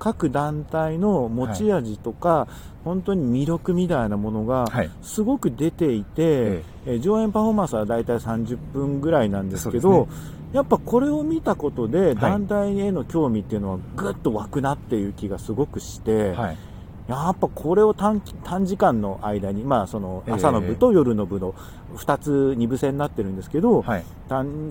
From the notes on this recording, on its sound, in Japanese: 夜の公園で収録しました！